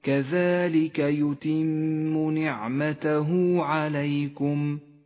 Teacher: تغن الميم المشددة بمقدار حركتين